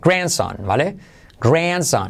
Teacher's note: La D, no sé, no sé para qué está ahí, pero no se dice.